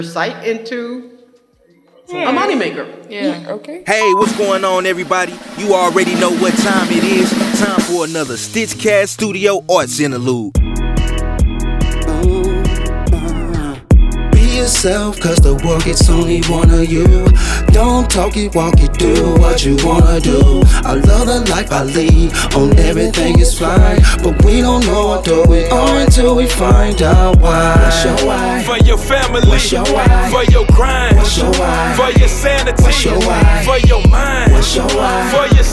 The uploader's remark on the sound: Recorded live on April 15, 2023 on site at The Griot Museum of Black History in collaboration with Counterpublic, a civic exhibition that weaves contemporary art into the life of St.